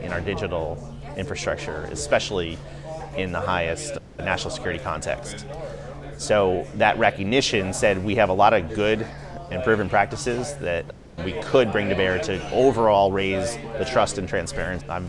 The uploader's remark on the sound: In this special Café edition of ConversingLabs. On the sidelines of the RSA Conference 2023 in San Francisco.